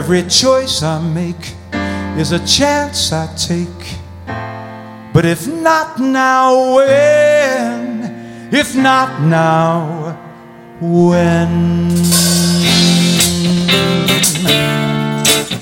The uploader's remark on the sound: Live at the South Point Casino